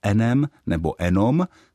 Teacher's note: v nářečích mizí náslovné j ve slovech jako enem nebo enom, což je vlastně původní jenom.